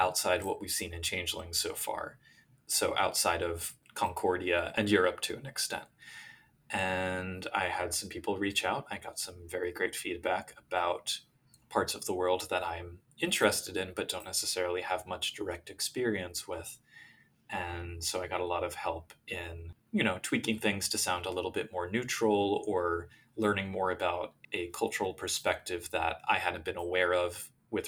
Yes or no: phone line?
no